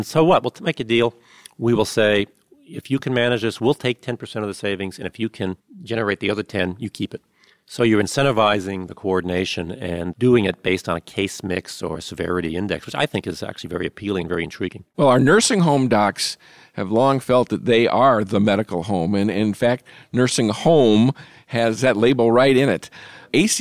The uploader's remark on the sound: special broadcast recorded at the AMA House of Delegates meeting